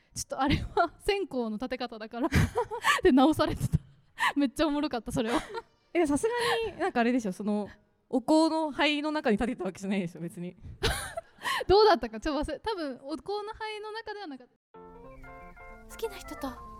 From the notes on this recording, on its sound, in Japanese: 公開収録スペシャル。In資生堂S/PARK。初の公開収録イベントの音源を公開！